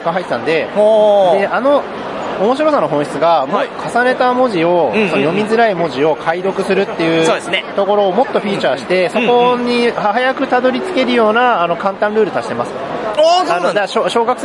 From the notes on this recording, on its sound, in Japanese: ゲームマーケット2023秋！会場インタビュースペシャル。今回は毎度のゲムマ会場収録より少なめの20音源。会場収録のため、騒音雑音が激しく入っております。